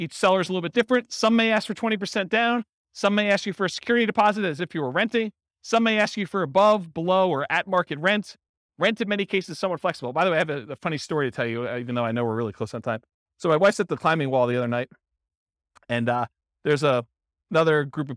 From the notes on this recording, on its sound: In Concord, California. This was a live class recorded. Live in-person version.